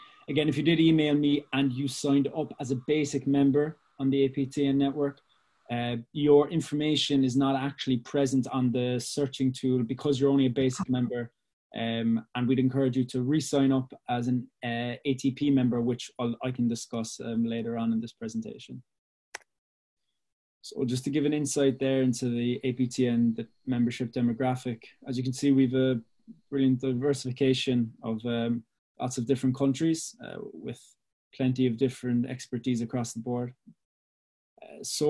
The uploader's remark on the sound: APTN Zoom Call #8